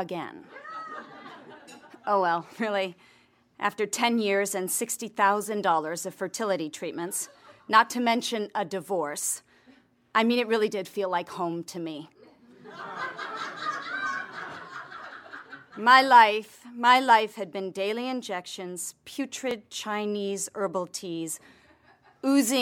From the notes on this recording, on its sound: recorded at one of the earliest Afterbirth shows in Los Angeles in 2006.